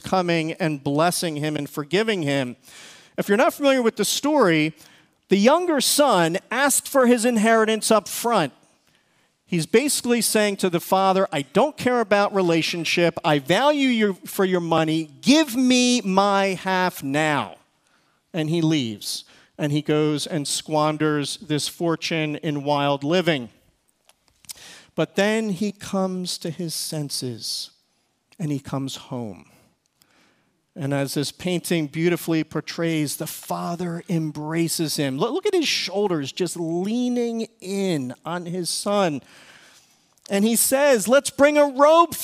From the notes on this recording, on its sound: Recorded service from February 18, 2024.